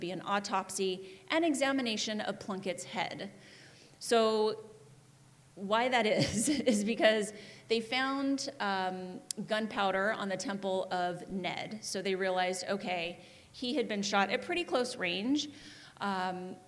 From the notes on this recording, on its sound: Live recording of our May 20th live show. Live from The Heritage Square Museum.